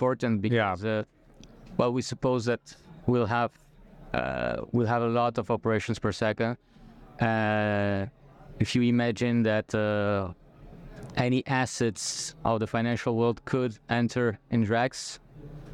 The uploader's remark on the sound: recorded onsite at Blockchain Rio in September